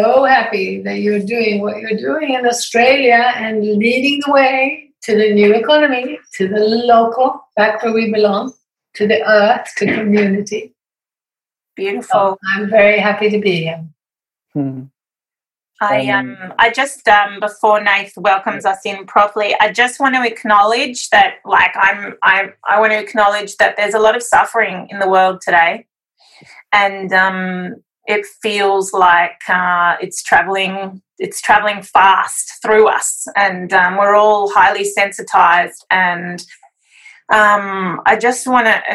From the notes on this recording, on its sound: We wrap up our weekly Zoom Conversation Series.